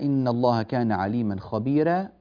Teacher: نرقق الراء، ينبغي علينا ترقيق الراء